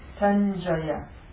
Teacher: You've got a dental nasal followed by a palatal.